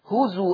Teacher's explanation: قرأ ورش بإثبات الهمز لبعض الألفاظ، منها منها كلمة هزوا